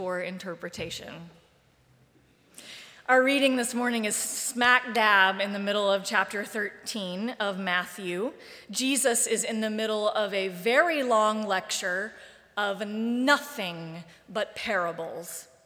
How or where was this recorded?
large echoing room